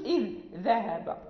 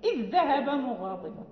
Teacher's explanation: الذال إذا جاءت الذال الأولى ساكنة وبعدها ذال متحركة فلا بد من إدغامها · Shown in: second take · مثلا إذ ذهب، ما نقولوش إذ ذهب، إذ ذهب مغاضبا يعني لا يجوز.